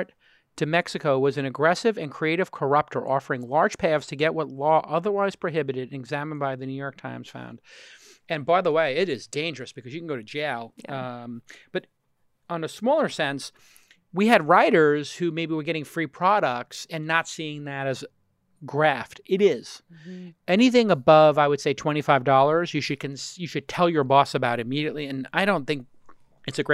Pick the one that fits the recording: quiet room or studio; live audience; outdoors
quiet room or studio